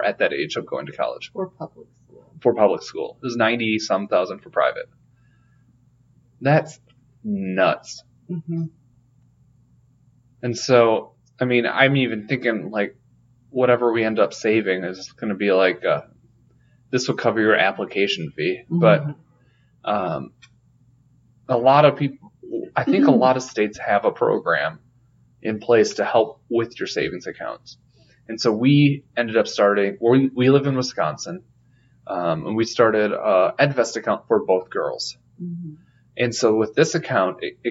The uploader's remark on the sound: Sorry for the poor audio. We had some computer issues but wanted to get this out!